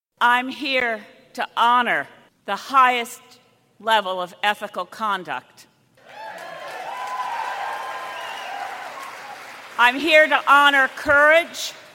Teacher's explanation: why is she tightening her throat? Mm. That's called a glottal attack.